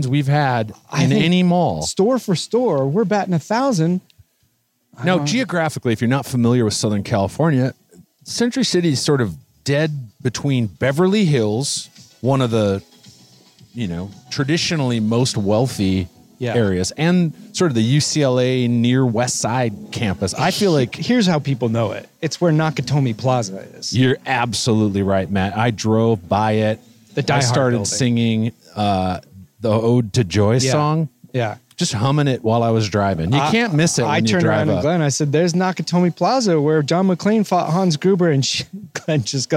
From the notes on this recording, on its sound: each episode as they walk a local mall